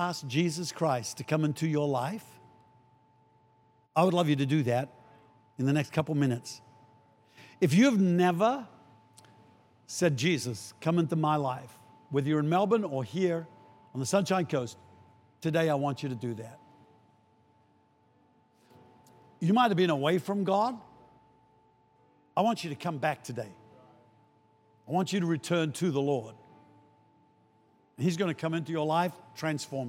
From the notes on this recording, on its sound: Recorded during our 9am service on Sunday, the 16th of April 2023